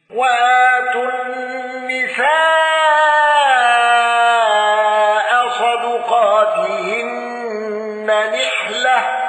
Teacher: الكسائي بإمالة تاء التأنيث